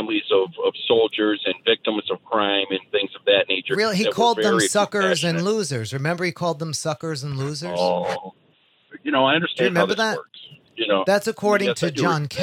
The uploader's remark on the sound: Called in to my SiriusXM program. These people who are listening and feel compelled to call in and argue.